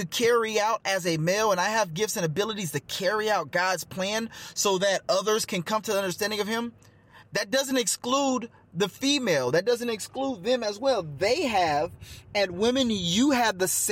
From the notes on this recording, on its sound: Get in the car with me and let's take a ride